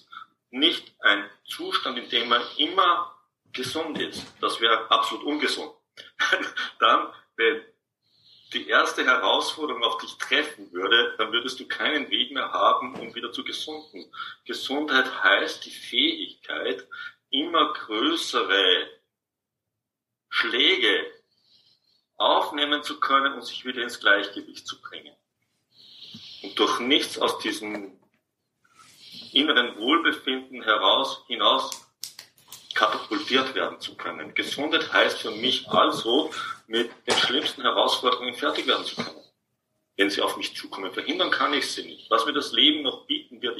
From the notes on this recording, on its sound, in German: Dies ist ein Mitschnitt aus einem Online Seminar.